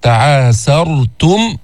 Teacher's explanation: لاحظتوا السين مستفلة، بعدين طلعت بالراء، تعاسرتم، فخمنا الراء، من نظهر الميم عند الفاء، الميم الساكنة، وإن تعاسرتم فسترضعوا، حتى ما يصير إخفاء، حتى ما تطلع معك، تعاسرتم فسترضعوا، وإن تعاسرتم فسترضعوا له أخرى.